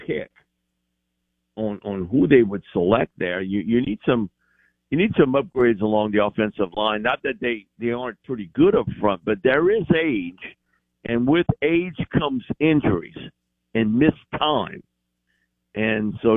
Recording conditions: phone line